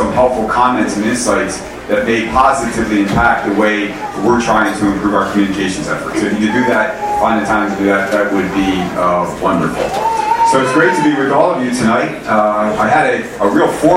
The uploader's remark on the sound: Arlington TOT is held on the second Monday of each month at O'Sullivan's Irish Pub located at 3207 Washington Blvd., in Arlington, VA, across from St. Charles Borromeo Catholic Church, a parish in our Diocese.